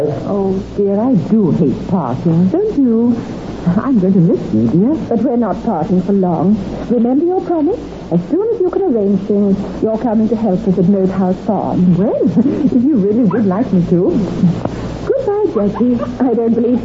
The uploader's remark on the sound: Audio seems a bit mushy, and can be difficult to hear in spots.